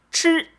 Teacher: 吃它虽然说是以 C 为开头的一个发音，但实际上呢它是一个翘舌音